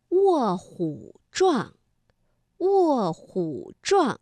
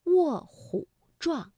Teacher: 那因为卧是四声字，那虎呢在这里我们读21 · Term: 变调